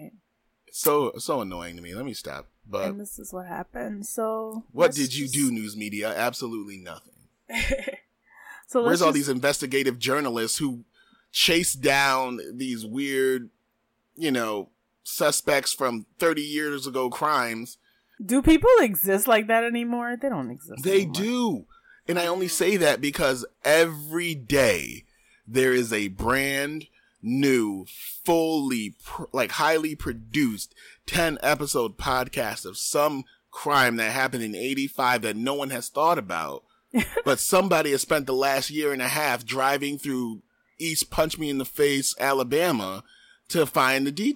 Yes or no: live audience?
no